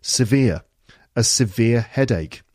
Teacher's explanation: Severe. Two syllables. Vir, the second syllable, is the stressed one.